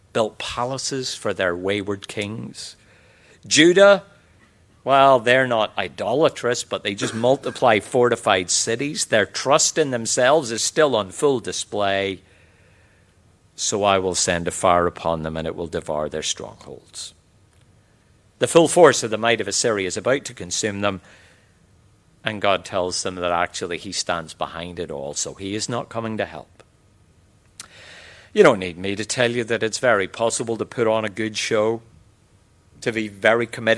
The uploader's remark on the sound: QTC Chapel Service. Queensland Theological College.